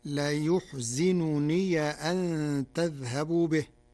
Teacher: قرأ ورش كلمة لا يحزنني بضم الياء وكسر الزاي وفتح ياء الإضافة فتصير لا يحزنني أن تذهبوا به، من أحزن الرباعي.